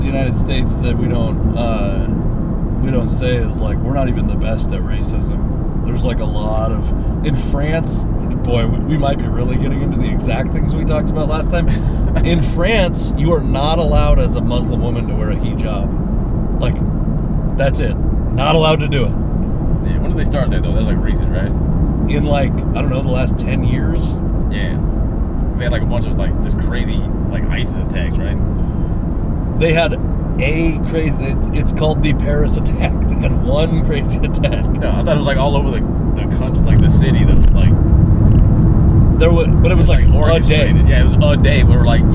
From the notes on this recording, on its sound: This conversation takes place on a drive down to Washougal, Washington